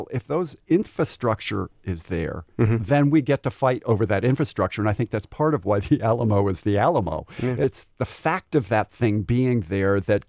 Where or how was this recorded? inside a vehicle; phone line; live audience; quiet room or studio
quiet room or studio